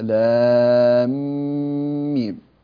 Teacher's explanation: طيب الآن هذه الميم الساكنة جاء بعدها ميم متحركة، فالحكم هنا أن هذه الميم الساكنة الأولى تدغم في الميم المتحركة التي بعدها لام ميم، هذا الإدغام جعل هذا المد يسمى مدا لازما حرفيا مثقلا لام ميم، ثم يتولد من هذا الإدغام الغنة، فلا بد أن نأتي بالغنة كاملة.